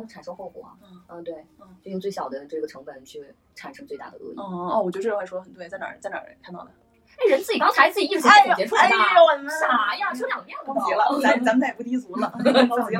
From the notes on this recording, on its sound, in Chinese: 因为是在茶馆儿聊天所以有点儿杂音。平时也不怎么好，望海涵。